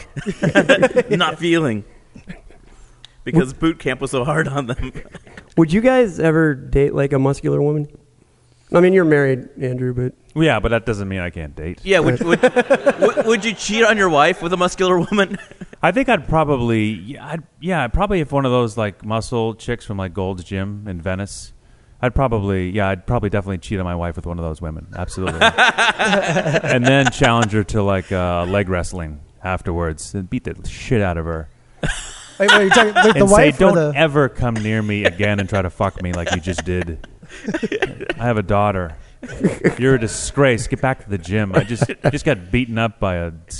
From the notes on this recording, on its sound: A special live taping at the launch party for The Comedy Podcast Network. This epsiode was taped in front of a live, theater audience in Santa Monica, California.